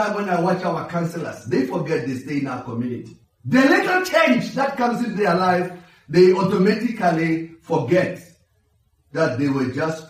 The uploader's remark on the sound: Preach via Facebook Live stream and Pheli FM during Sunday service